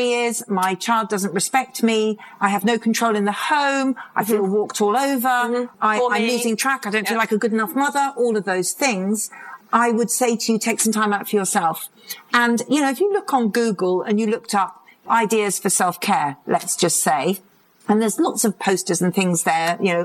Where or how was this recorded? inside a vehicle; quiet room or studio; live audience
live audience